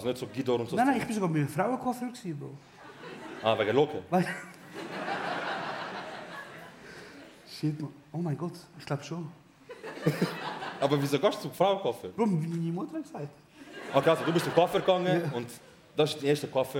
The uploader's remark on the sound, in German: Live im Bernhardtheater. Die ersti hälfti vo eusere Liveshow im Bernhardtheater.